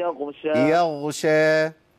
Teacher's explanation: الغين ساكنة. ما حركهاش، ما قولش يغشى.